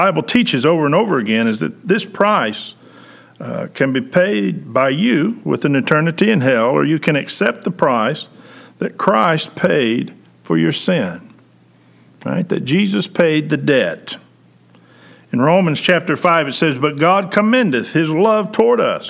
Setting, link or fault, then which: setting, large echoing room